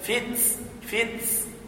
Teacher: الصواب فتنة، بعض الأخوة يقرأها هكذا فتنة فتس فتس، وهذا خطأ، هذا لحن بشع، لأنه يقرأ التاء كما لو كانت سينا، فتنة فتنة، يأتي بسين بعد التاء. الصواب فتنة فتنة.